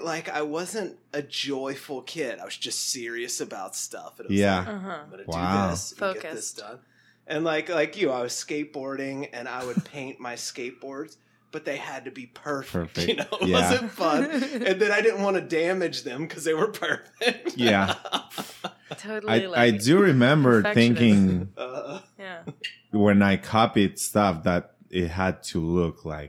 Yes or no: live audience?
no